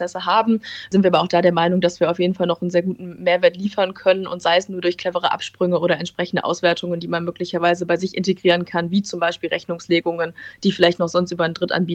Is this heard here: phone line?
no